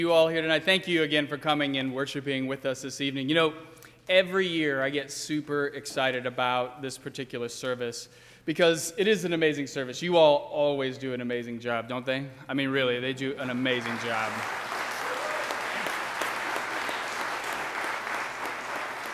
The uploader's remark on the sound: During the 8:00 PM service on Sunday December 24, 2019, at First Presbyterian Church of Arlington Heights, Illinois.